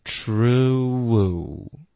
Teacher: 就是故意想要把这个音说得更夸张的时候。可是它不是发 true，OK，第二段不是一个 rue 的音，而是你的嘴唇放松后呢，会再撅一次，所以应该是一个 true。你听到中间有一个 woo 的音，那以前我有教过这个 woo 的音，说就特别难发，然后非常考验大家，就是发这个呜，用英文的方式，要用一个嘴唇滑动。你的开头嘴唇是放松的，结尾嘴唇是撅起来的